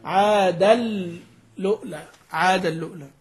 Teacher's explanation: بنقل ضمة الهمزة إلى لام التعريف قبلها وإدغام تنوين عادا فيها حالة الوصل وهمز الواوي بعدها همزا ساكنا، فإن وقف وقفت له على عادا.